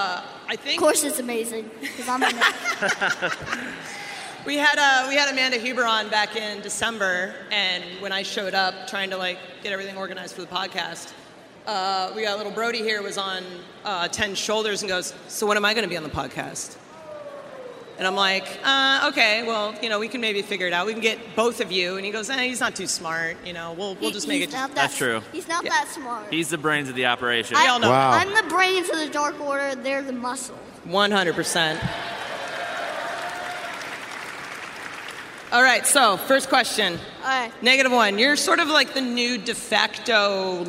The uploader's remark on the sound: AEW Unrestricted was live at FanFest with a fantastic lineup of guests!